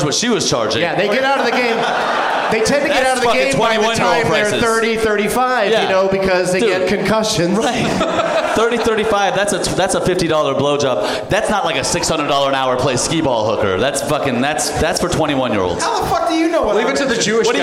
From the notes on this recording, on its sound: Live from the Fort Lauderdale Improv.